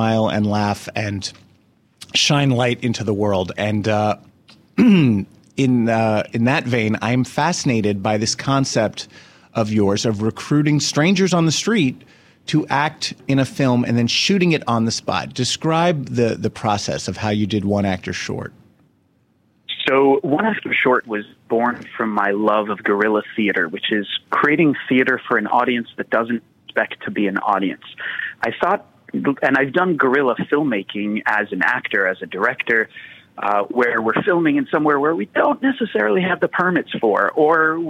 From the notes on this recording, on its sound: surprises everyone with a live phone call!